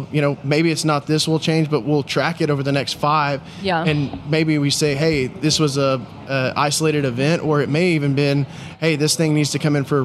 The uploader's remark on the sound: During the PBIOS conference